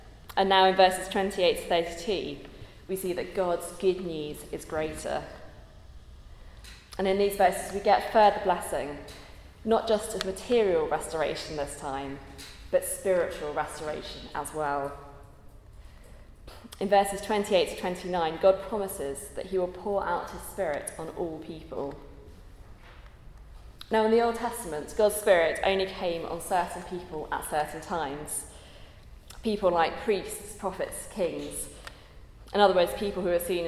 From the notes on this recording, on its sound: at a Christians in Parliament Chapel Service which was held in the Chapel of St Mary Undercroft on Tuesday 9th May 2023.